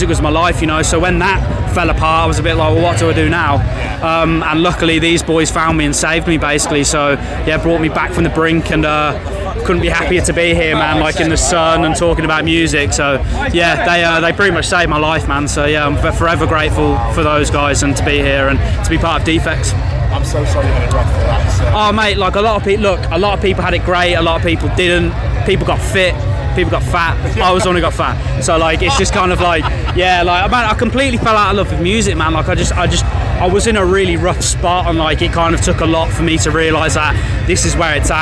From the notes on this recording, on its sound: From our 'Live from Bloodstock Festival 2022' series.